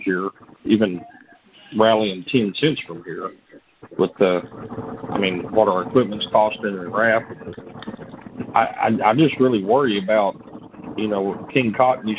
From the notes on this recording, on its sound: Monthly Cotton Conference Call.